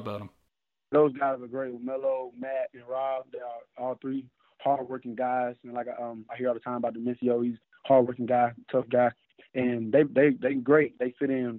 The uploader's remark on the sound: joined on the Modern Woodmen phone line (38:19)